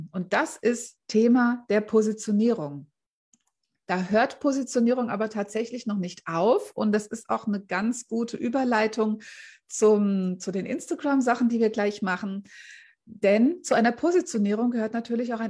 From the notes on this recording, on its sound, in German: Mitschnitt aus einem Live Q&A aus meiner Facebookgruppe "Business-Helden"